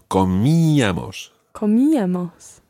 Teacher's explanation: The stress is on the I.